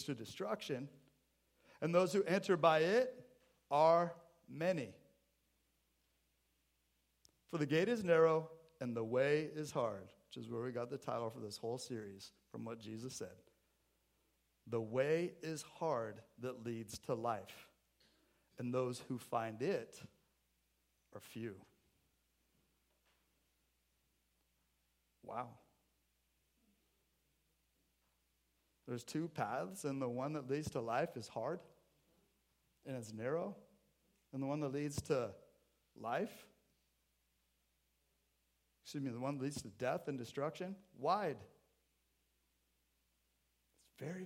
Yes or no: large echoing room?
yes